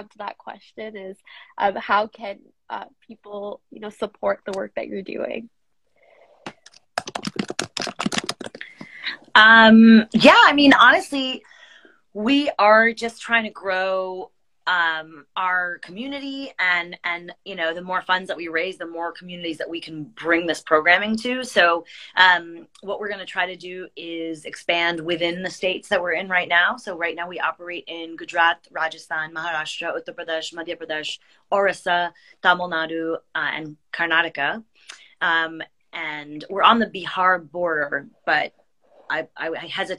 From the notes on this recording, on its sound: a special Instagram live